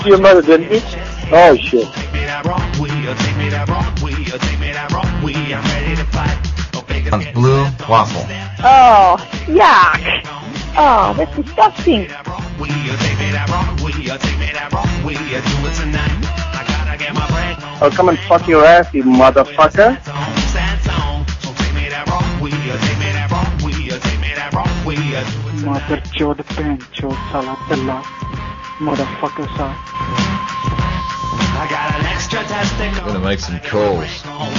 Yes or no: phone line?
yes